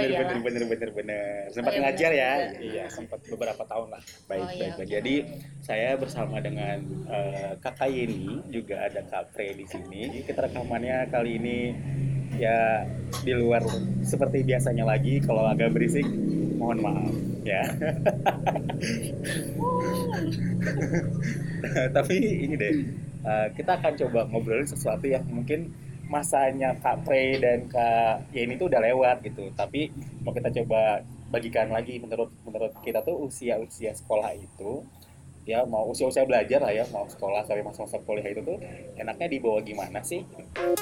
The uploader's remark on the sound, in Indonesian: Mohon maaf untuk materi podcast yang lebih bising dari biasanya, karena proses rekaman yang dilakukan di luar ruangan.